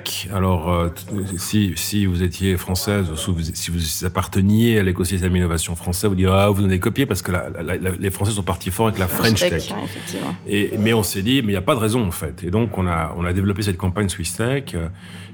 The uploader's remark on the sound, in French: Cette conversation a été enregistrée au Café du Simplon à Lausanne.